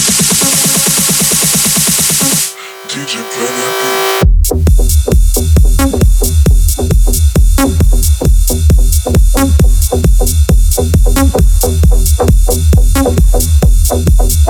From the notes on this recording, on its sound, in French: Zemixx 600, Live in Paris. En direct de la soiree Zemixx 600.